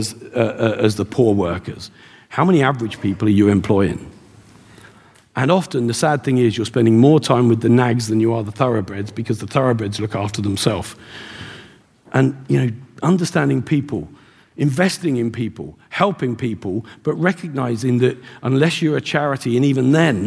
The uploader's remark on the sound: Live from The Wealth Summit in Dublin at The RDS.